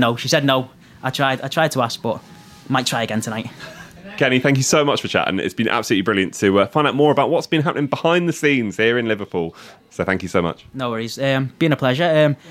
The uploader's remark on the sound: Live from Liverpool. Reaction from the Village, Press Centre, and highlights from our first live listener event at Sugar & Dice board game cafe here in Liverpool.